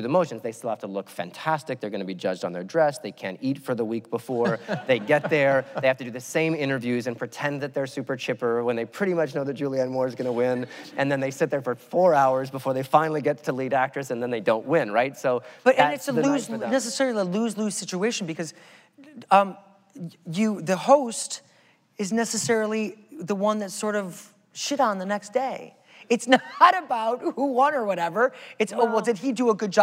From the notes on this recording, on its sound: The conversation was recorded on Sep 26, 2016 in front of a live audience at New York's 92nd Street Y.